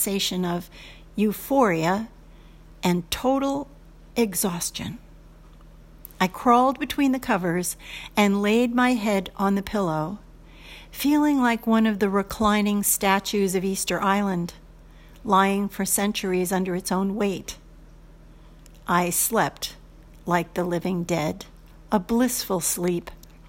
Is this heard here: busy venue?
no